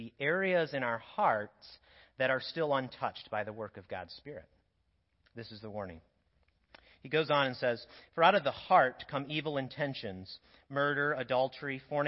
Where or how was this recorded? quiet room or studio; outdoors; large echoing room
large echoing room